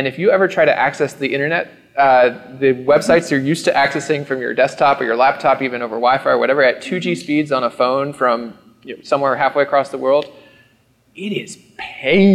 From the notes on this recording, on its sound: What you’re about to hear is a series of lightning chats recorded live from All Things Open 2019.